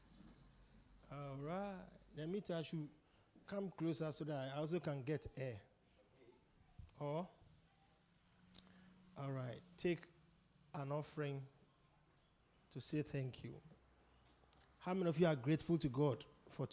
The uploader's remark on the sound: Preached at The Supernatural Encounter Service.